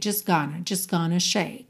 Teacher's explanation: Just, você não pronuncia o T.